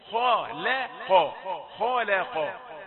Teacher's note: لابد أن الخاء والقاف مفخمتان وأما اللام التي في الوسط ما ذنبها لتفخم